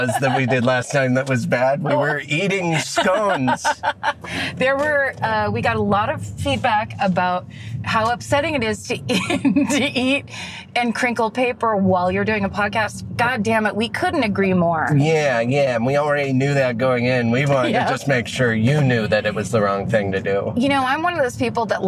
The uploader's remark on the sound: In the Car